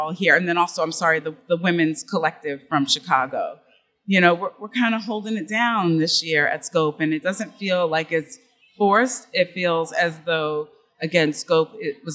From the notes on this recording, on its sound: A special series of episodes recorded at Miami Art Week. Miami Noize is a series of episodes records live during Miami Art Week.